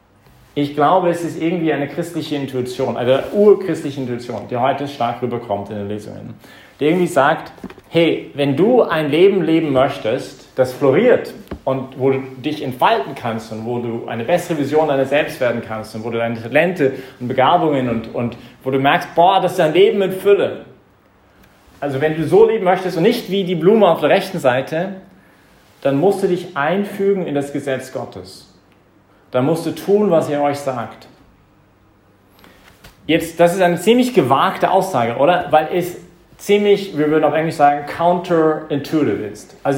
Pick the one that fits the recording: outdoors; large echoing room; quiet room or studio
large echoing room